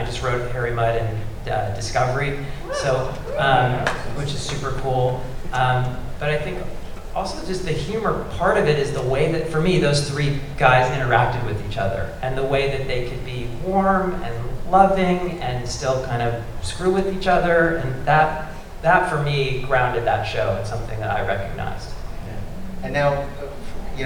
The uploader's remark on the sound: Panel discussion at Long Beach Comic Con (2017).